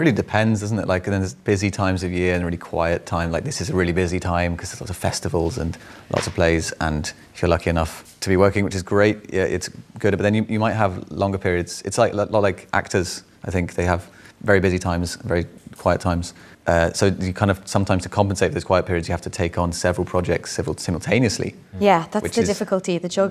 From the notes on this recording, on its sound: recorded in the Project Arts Centre as part of the 2015 Dublin Theatre Festival